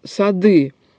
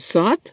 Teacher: в слове «сады» согласный звонкий «д», но в слове «сад» глухой согласный «т»